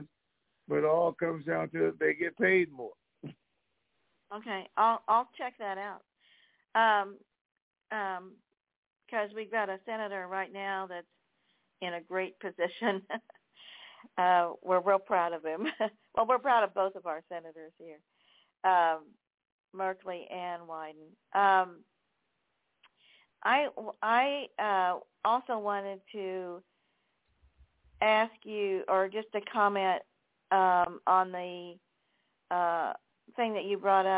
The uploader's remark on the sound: TNTSuperfantastic Conference Call.